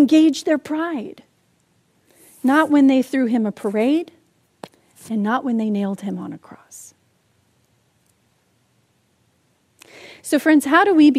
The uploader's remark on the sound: Palm Sunday message delivered during the Contemporary Worship Service. San Marino Community Church.